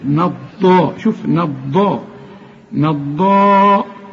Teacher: والضاد مفخمة وأعلى درجات التفخيم وخد بالك إنها مشددة